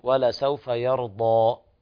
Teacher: الضاد مفخمة، وكذلك الألف التي تليها